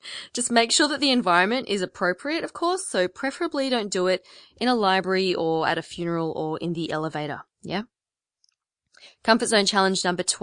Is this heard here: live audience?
no